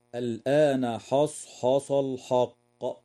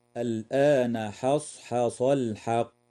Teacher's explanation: فبعض المبتدئين يقرأ بتفخيم الحاء تأثرا بحرف الصاد والقاف، فيقرأ خطأ هكذا: الآن حصحص الحق، وهذا خطأ، والصواب ترقيق الحاء وتفخيم الصاد والقاف · Shown in: second take